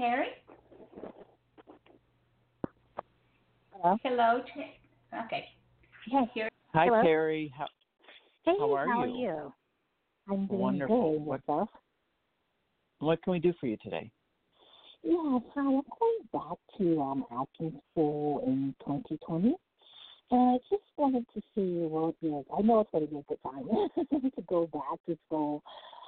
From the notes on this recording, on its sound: An international live show where callers can get psychic-medium readings